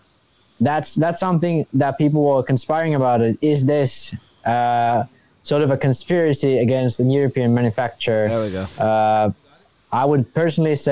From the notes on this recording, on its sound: Live from Beach RC. We will open up the phone lines briefly to hear from you and take your questions in the chat.